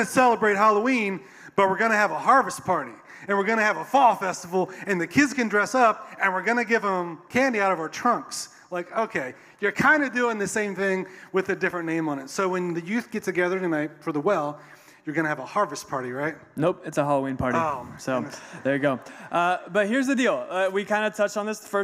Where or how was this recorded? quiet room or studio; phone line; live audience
live audience